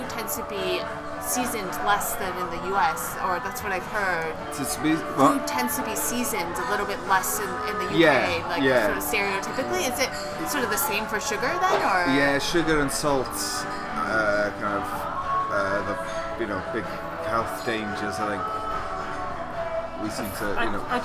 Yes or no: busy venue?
yes